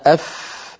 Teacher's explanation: الفاء قد خرجت من باطن الشفة السفلى مع أطراف الثنايا العليا